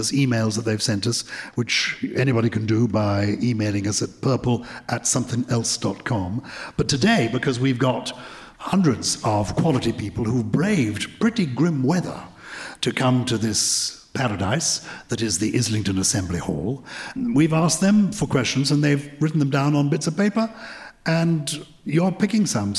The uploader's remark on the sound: This week is our first ever show recorded in front of a LIVE audience. In front of a packed room of Purple People at the Islington Assembly Hall in London.